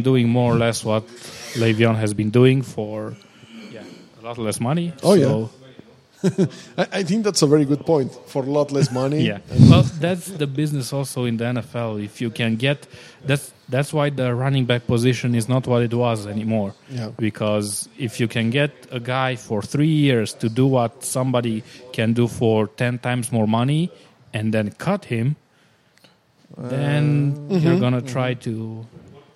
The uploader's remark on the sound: a new episode recorded at Crusaders Gym